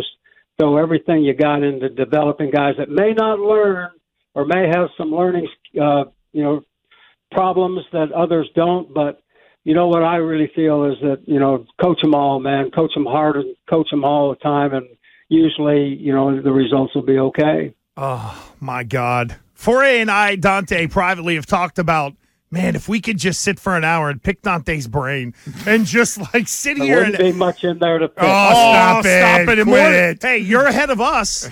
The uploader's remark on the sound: Naturally, he called.